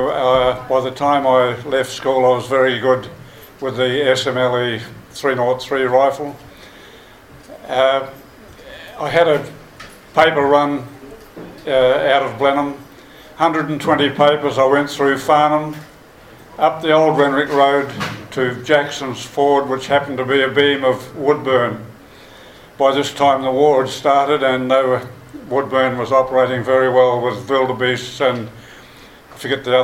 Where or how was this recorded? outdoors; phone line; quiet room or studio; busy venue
busy venue